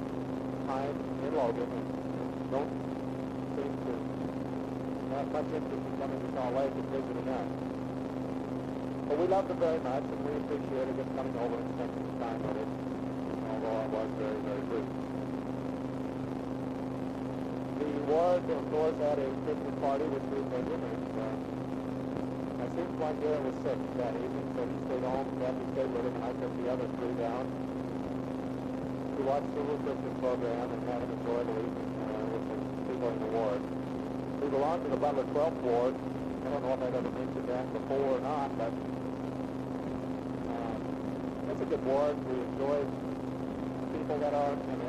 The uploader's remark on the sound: Driving Home from Work. Poor Audio Quality.